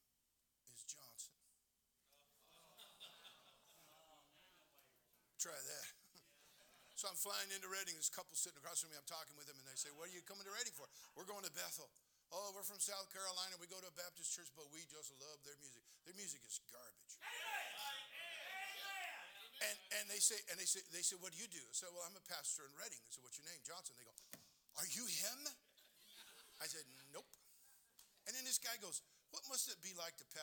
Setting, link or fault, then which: setting, large echoing room